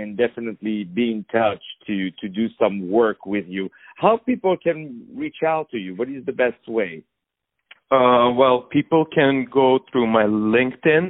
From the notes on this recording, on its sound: On the phone